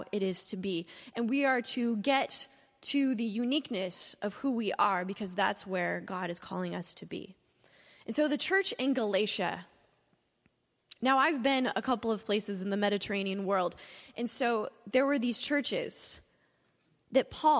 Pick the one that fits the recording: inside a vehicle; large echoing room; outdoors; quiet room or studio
large echoing room